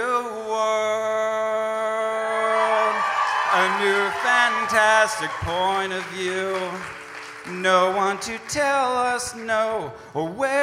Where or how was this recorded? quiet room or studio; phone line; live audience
live audience